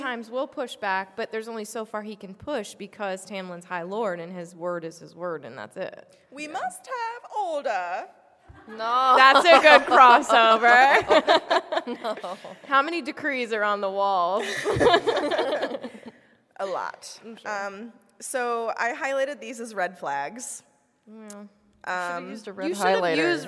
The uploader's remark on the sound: LIVE at LeakyCon Chicago 2023!